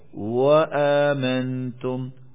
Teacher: حالت وصل میں جب ملا کے پڑھیں گے قال فرعون آمنتم بی، تو وہاں پہلے حمزے کو آمنتم کی بجائے وآمنتم واو کے ساتھ بدل کے پڑھیں گے · Term: واو سے تبدیل